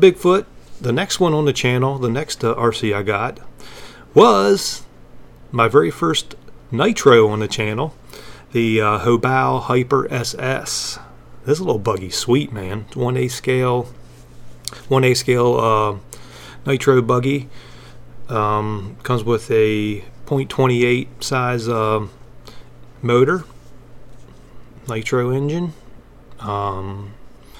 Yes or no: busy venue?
no